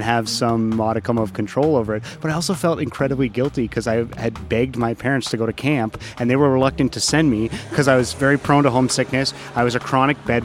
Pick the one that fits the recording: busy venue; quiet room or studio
busy venue